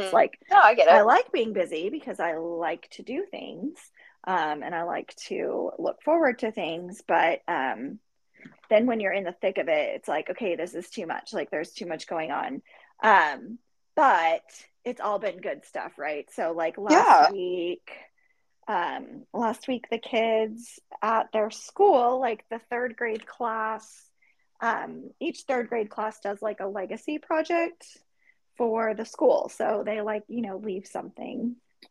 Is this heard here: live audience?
no